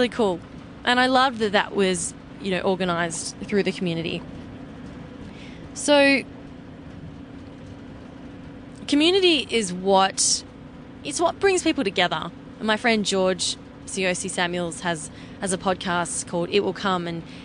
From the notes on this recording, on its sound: recorded from my RV during our road trip back to LA